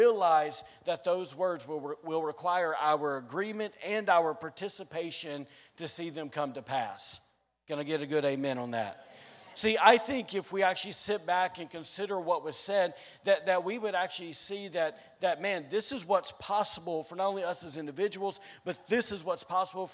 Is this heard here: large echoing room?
yes